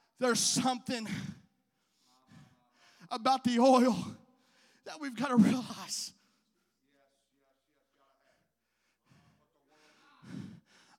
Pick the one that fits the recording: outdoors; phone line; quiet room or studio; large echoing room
large echoing room